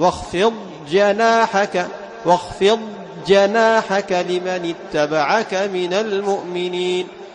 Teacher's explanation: تظهر الضاد عند الجيم، ولا تجعل اللسان يسارع إلى إدغامها. واخفض جناحك، واخفض جناحك خطأ، تظهر لجميع القراء لهم إظهار الضاد عند الجيم.